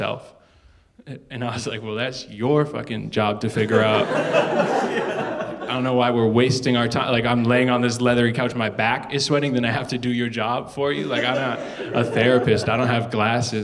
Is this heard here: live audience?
yes